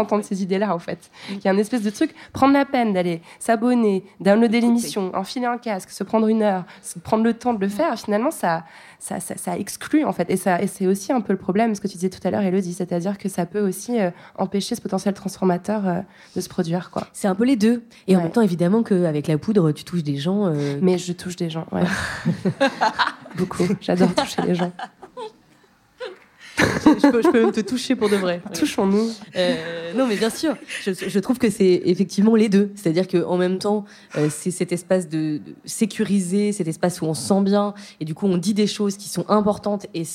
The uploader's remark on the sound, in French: à l’occasion du Paris Podcast Festival qui avait lieu à la Gaîté Lyrique, La Poudre organisait une table ronde